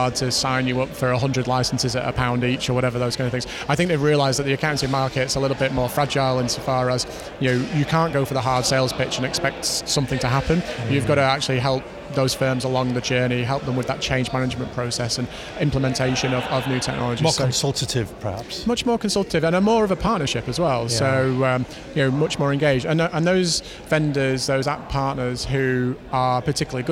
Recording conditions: busy venue